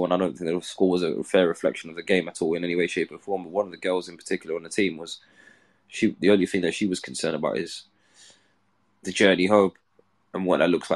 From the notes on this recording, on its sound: These discussions take place live as part of a Twitter space every Sunday evening GMT.